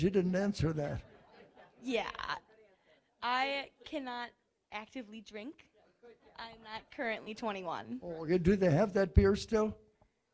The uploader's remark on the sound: Live at the West Side Irish American Club for the G.O.A.T event.